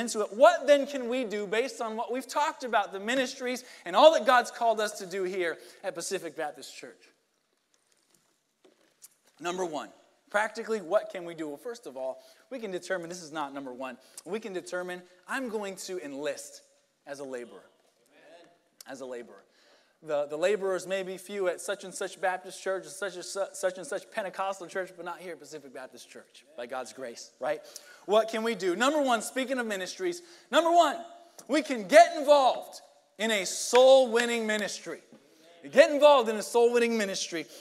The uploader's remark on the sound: Sunday Morning Service